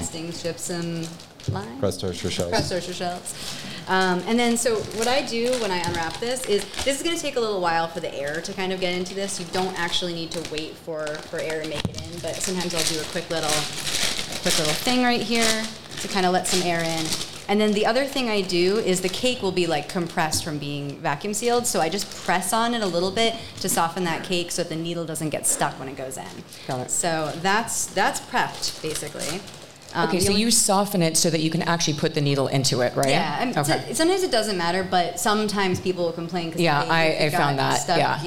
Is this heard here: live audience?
yes